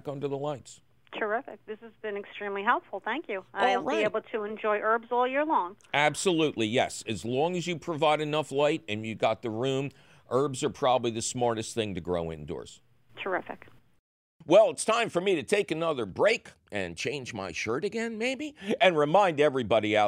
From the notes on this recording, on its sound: Otherwise, it’s a fabulous phone call show!